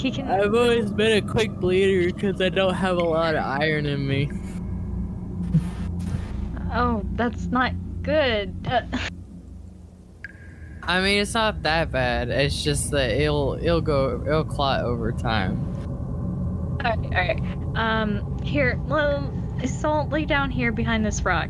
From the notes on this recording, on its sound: Weird noises keep coming from outside.